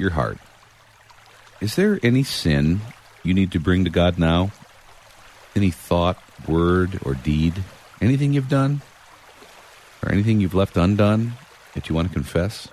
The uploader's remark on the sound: Relax to the sounds of a running river.